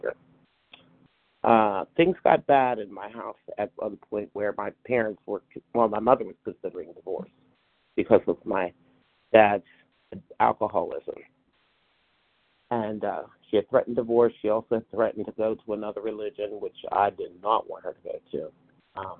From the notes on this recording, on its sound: from the 100 Pounders Phone Meeting